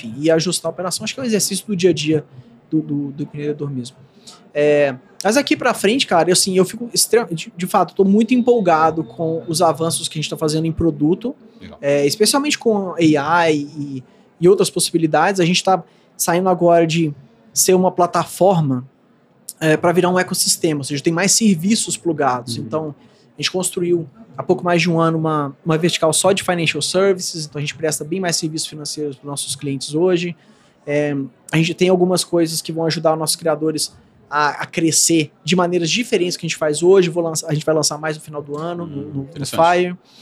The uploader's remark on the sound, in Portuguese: Nesta conversa gravada durante o Gramado Summit 2023. Nesta conversa gravada durante o Gramado Summit 2023.